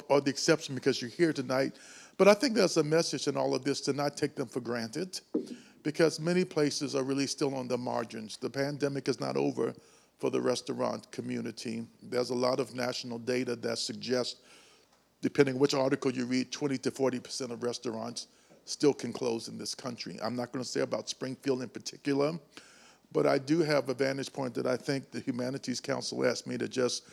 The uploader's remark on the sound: This special episode is a recording of our 'Think-N-Drink" event that took place on April 20th, 2022, at Mother's Brewing Company in Springfield, MO. In this conversation with three local restaurateurs.